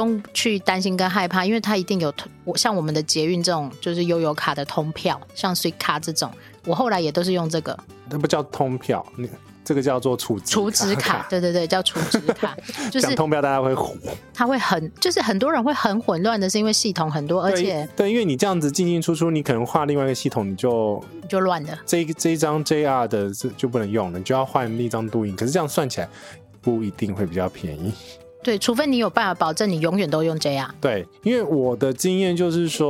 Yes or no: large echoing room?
no